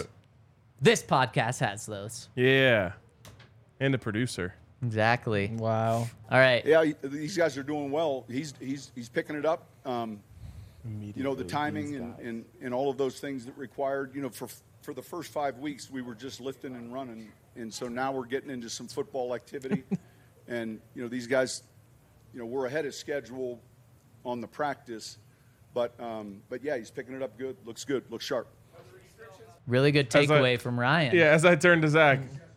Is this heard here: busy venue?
yes